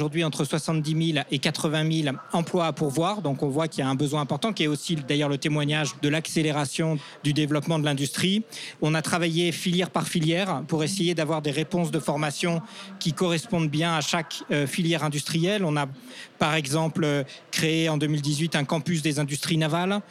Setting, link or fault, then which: setting, busy venue